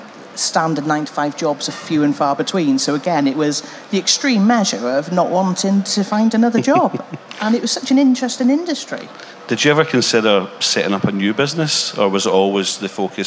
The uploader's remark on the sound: LIVE from The Print Show 2023. Experience a live recording of the industry’s trailblazing podcast at The Print Show 2023.